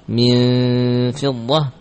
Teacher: kemudian min ikhfanya ikhfa gunnahnya pada bibir. Min fiddah tipis.